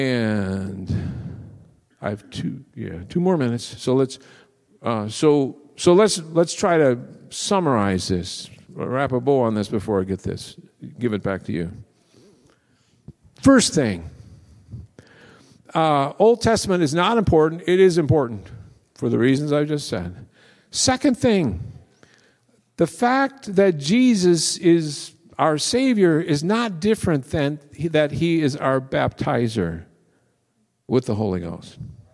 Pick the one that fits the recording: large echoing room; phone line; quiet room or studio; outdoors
large echoing room